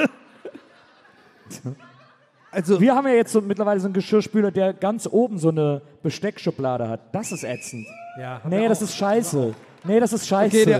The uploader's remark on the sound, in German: Aufgenommen LIVE in Wiesbaden am 25.10.2021